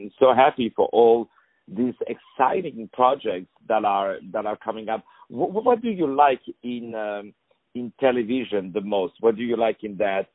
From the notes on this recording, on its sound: On the phone